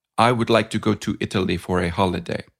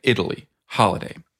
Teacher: in Italian and an Italian-speaking English, every one of those syllables would tend to have equal weight · Term: syllable-timed languages